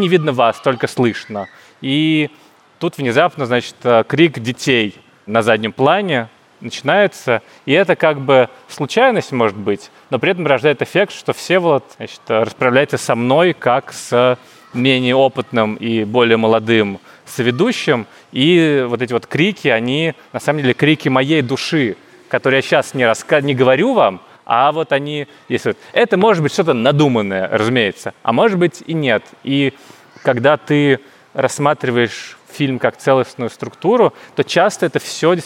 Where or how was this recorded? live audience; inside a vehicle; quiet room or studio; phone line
live audience